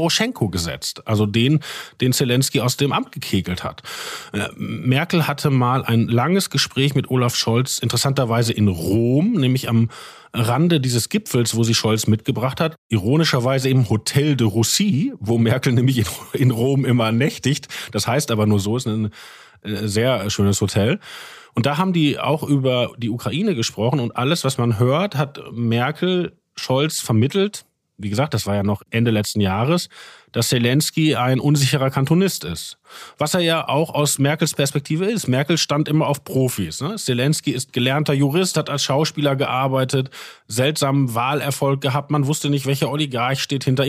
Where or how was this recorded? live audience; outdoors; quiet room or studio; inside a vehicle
quiet room or studio